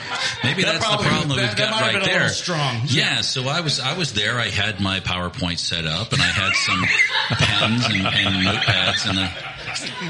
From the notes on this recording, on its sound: Recorded live at Summer Solstice Trop Rock Fest.